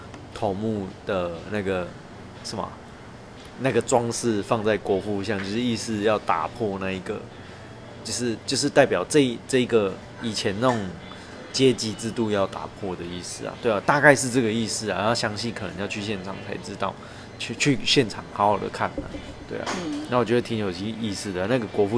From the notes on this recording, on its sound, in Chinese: 鐵路環島從金崙到香蘭。由於會是在旅程途中錄製。錄音品質上麻煩大家多多包涵。